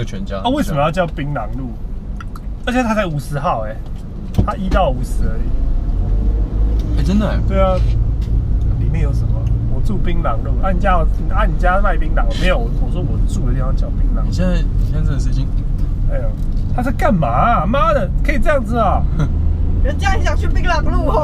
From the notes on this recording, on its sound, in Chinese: 開車、講幹話、去宜蘭。GoPro錄音，聲音頗爛，盡請見諒。